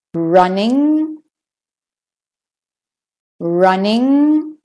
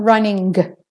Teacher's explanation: So you stop at the ng and don't add the g. · Shown in: first take